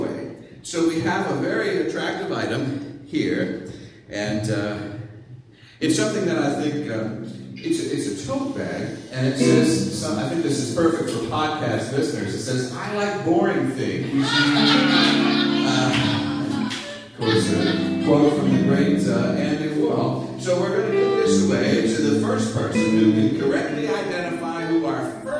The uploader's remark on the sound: Live from the The PIT Underground in NYC.